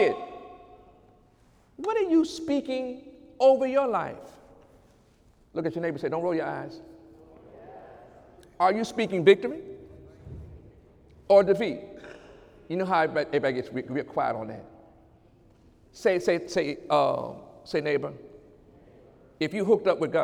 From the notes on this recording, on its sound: During Sunday morning service